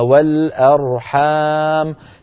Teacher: الميم مفتوحة لكن لما وقفنا عليها وقفنا بالسكون